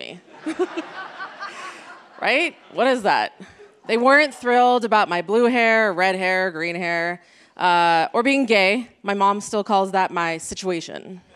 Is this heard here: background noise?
no